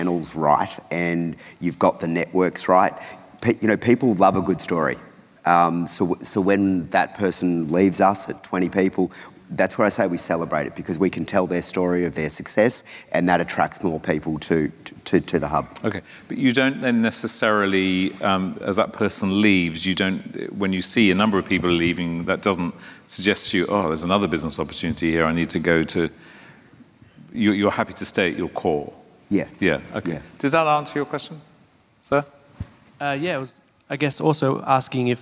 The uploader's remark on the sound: Another panel discussion from Melbourne’s Flying Solo Live event.